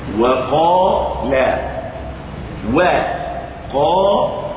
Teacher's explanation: وألف قال ألف مفخمة لوقوع حرف الاستعلاء قبلها. هذا التفخيم فرعي لأنه ليس الألف أصله التفخيم، لكن أصله الترقيق، هذا حرف فرعي. · Term: الألف المفخمة